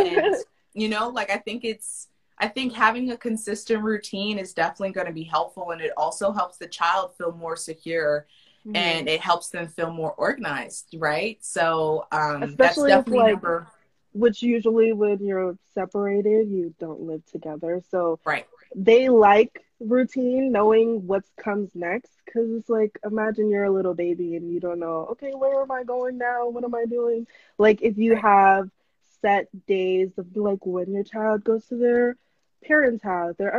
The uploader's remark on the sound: Instagram live replay